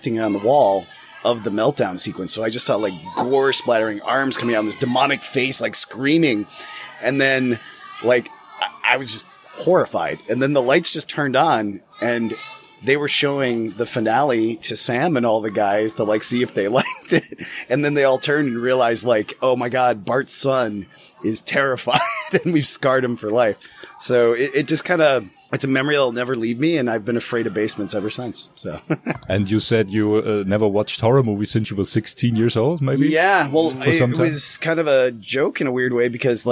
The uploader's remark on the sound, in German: Ein weiteres Interview präsentieren, das wir auf dem letztjährigen Hard:line Filmfestival geführt haben. Zu Gast in Regensburg.